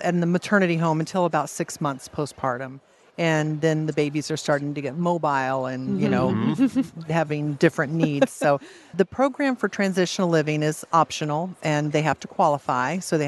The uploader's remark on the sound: live at the 2023 LWML National Convention